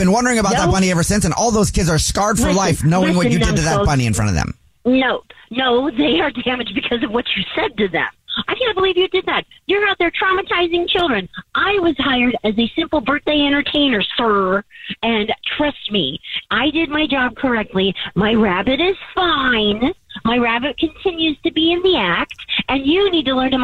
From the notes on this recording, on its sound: there is a listener on the phone